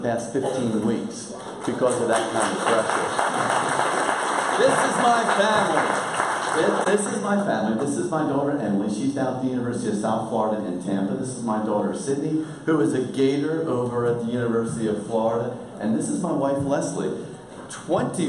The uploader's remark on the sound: Recorded during the 2018 Brazos Pregnancy Center Gala